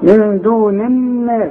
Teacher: النون اللي قبل الناس مكسورة، وعند النون بتاعت الناس مشددة، يبقى دي بدون غنة والتانية غنة